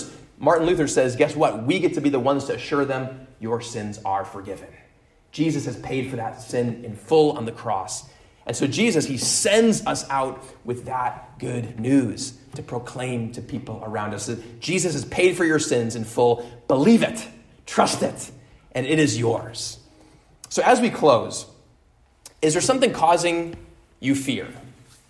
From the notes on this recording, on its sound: at Immanuel Lutheran Church in Pasadena, CA